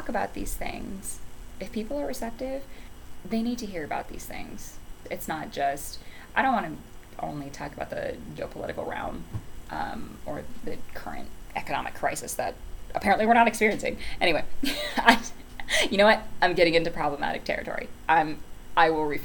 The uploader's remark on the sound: Also, i did get a new microphone, but the background is extra loud because i had the windows open otherwise I'd suffocate from the heat.